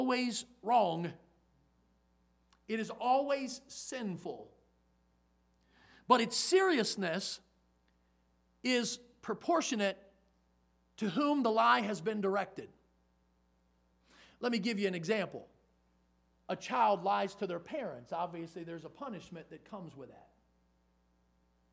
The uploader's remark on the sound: in the Sunday Evening Service on January 1, 2023, at Victory Baptist Church in Boonsboro, Maryland